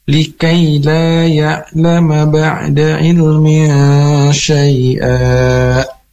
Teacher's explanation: Likaila, nah ini harus dipanjangkan dua rakaat, ada hukum mad tabi'i. Ada fathah atau fathah menghadapi alif.